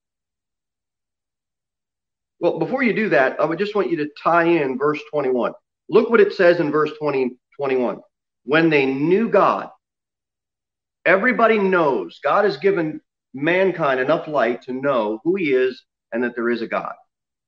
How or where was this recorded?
large echoing room